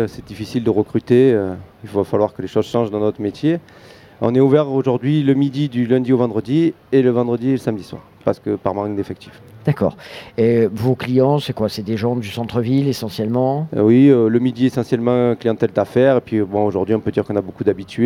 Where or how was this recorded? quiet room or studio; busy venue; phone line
busy venue